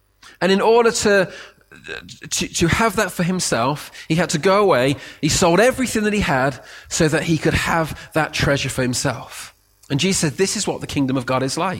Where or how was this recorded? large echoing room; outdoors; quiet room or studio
large echoing room